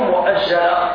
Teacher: الهمز هنا وقع مفتوحا وفاء للكلمة وقبله ضم مباشر له